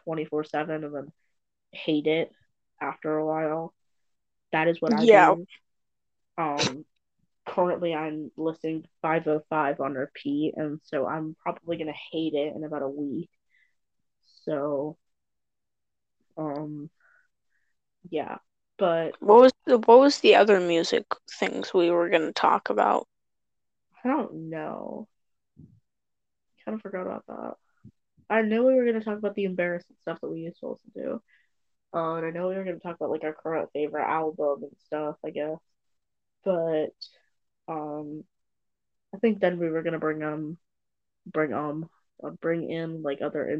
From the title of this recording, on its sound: more technical difficulties